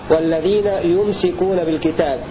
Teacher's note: روى شعبة بسكون الميم وتخفيف السين